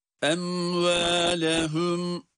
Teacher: mim harfini izhar ile açıktan okuyoruz ama bir sekte yapmadığımız gibi tutma da yok burada. Em ve bakınız em dedik mimin kendisini okuduk sonra hiç araya boşluk açıklık getirmeden hemen vav harfine geçiyoruz.